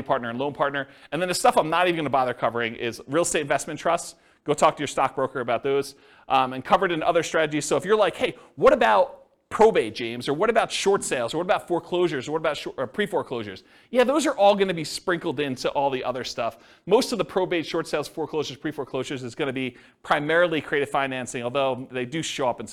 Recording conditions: live audience